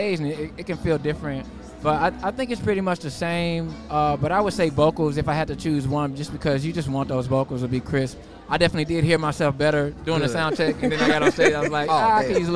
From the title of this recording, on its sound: Live Interview At Chop Shop Chicago